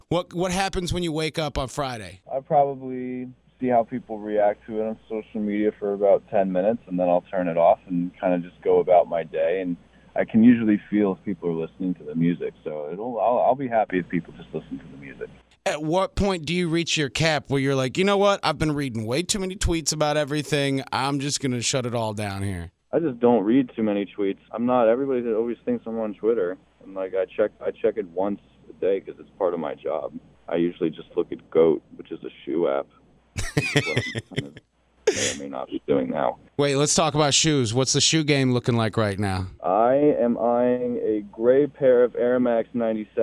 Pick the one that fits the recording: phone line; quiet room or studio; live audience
phone line